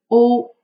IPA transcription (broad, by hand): o